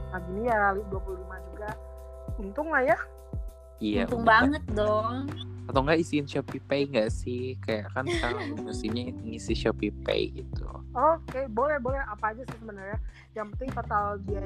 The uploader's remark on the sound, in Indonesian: Maaf juga kalo banyak masalah di soundnya karna keterbatasan sinyal dimana kita gabisa ketemu satu sama lain karna lagi ppkm.